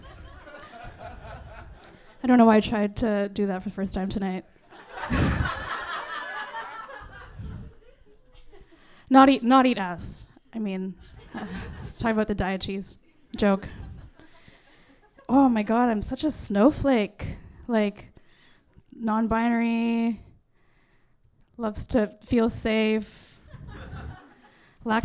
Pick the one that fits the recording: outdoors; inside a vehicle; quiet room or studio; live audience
live audience